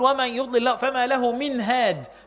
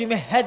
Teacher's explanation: بظهر النون صريحه ليه، لان اله بتخرج منين؟ اقصى الحلق، والنون منين؟ طرف اللسان، ففي تباعد في المخرج · Shown in: first take · Term: اظهار